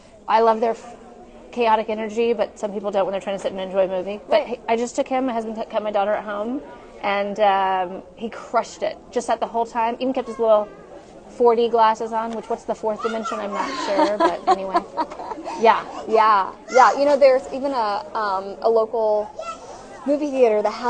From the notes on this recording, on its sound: LIVE at Postpartum Support International’s Climb Out. Coming to you LIVE from Postpartum Support International’s Climb Out of the Darkness event in Kansas City, MO. We had a bit of a tech issue up top. Did I mention we were LIVE?